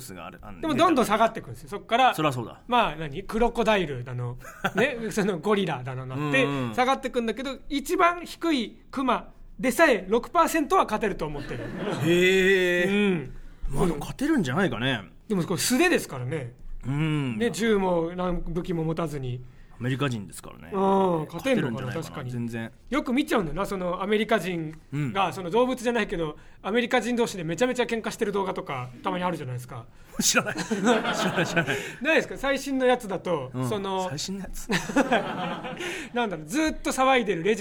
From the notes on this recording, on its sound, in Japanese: 初回は公開収録でお届け！